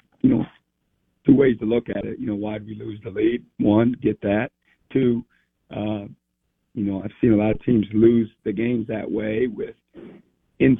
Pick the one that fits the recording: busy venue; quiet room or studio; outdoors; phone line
phone line